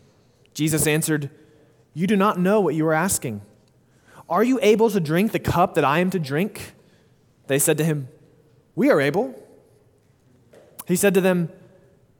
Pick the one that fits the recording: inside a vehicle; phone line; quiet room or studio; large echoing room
large echoing room